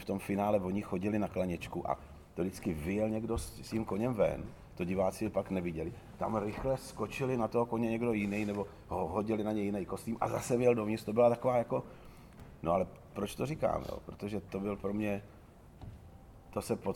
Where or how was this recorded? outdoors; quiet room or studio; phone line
outdoors